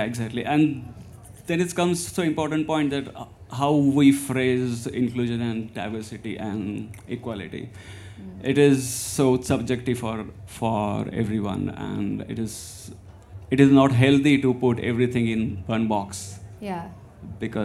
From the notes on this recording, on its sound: the audio from a brilliant panel I hosted at All Together Now